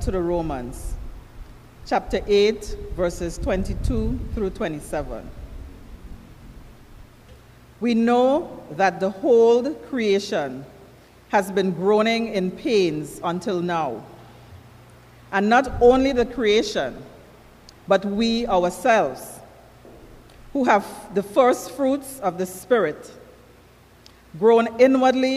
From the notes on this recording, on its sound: KeepItLoud Live Service with St. John's Episcopal Church U.S.V.I.